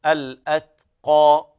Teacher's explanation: القاف تفخم من الدرجة الأولى لأن بعدها ألف، والألف تتبعها في التفخيم